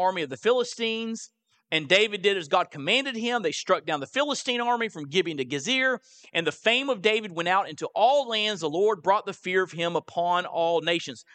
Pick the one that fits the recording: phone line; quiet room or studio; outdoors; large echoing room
large echoing room